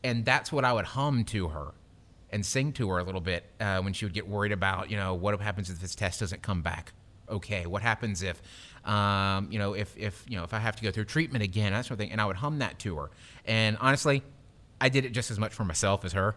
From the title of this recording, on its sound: Live from Hammer and Stain!